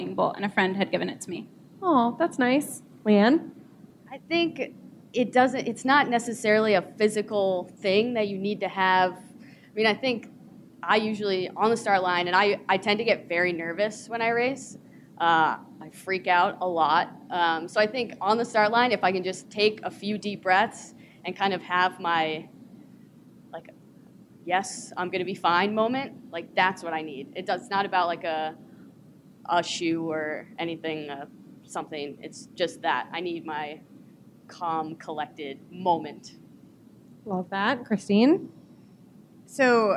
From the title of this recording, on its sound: LIVE at the United Airlines NYC Half